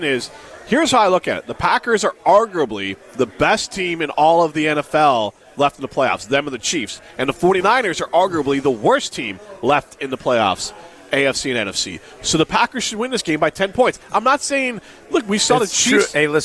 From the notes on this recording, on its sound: live from Daly's in Sun Prairie